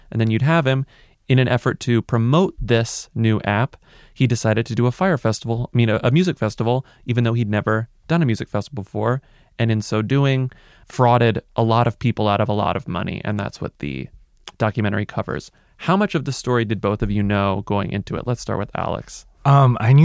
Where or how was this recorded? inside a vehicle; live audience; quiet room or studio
quiet room or studio